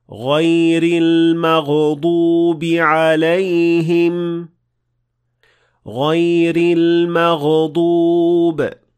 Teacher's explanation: The third mistake is adding qalqala to ghain